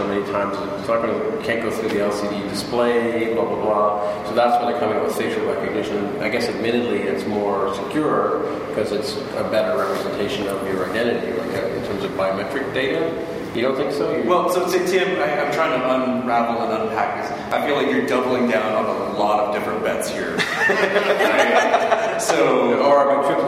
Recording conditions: poor sound quality